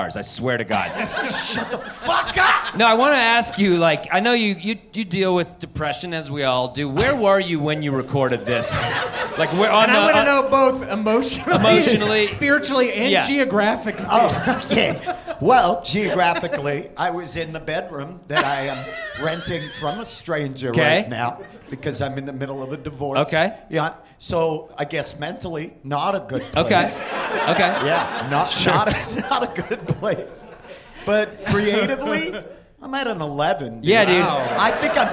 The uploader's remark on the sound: This live episode from High Plains Comedy Festival.